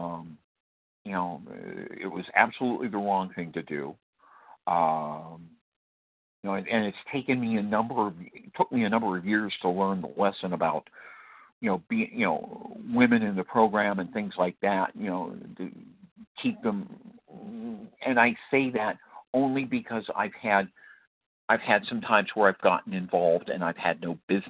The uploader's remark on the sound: qualification from the 100 Pounders Phone Meeting